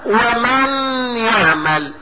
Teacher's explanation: اقلب النون ياء وأضغم الياء في الياء وأبقي صفة · Term: الغنة